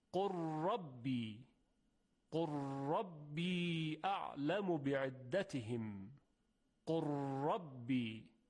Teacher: پس در اینجا ما فقط یک را مشدد میشنویم · Term: ادغام متقاربین